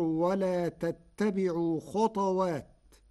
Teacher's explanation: قرأ ورش كلمة خطوات بإسكان الطاء فتصير ولا تتبعوا خطوات، والإسكان والضم لبعض القبائل.